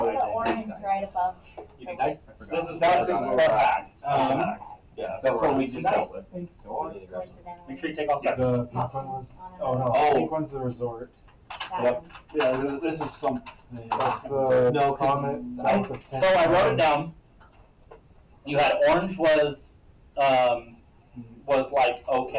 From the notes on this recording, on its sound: The AUDIO on this episode is really bad, lots of laughs were had during this episode so we didn't want to leave it out.